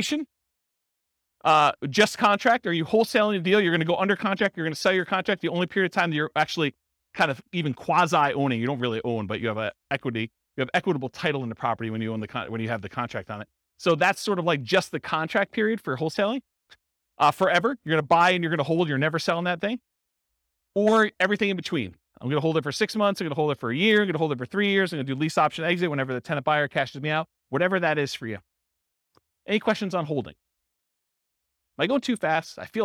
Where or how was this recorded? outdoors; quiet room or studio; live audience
live audience